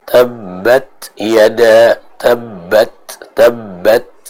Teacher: Akan sedikit kembali mengingat beberapa pelajaran singkat yang ada di surat Al-Lahab ini, yaitu diantaranya kita membaca huruf ta yang sukun. Huruf ta yang sukun ini kita sempurnakan terlebih dahulu sifat syiddahnya, ya, ada suara yang terhenti, baru setelah itu kita keluarkan sifat hamasnya, ya, kita berikan sifat hamasnya yaitu dengan mengeluarkan sedikit nafas atau udara dari mulut kita.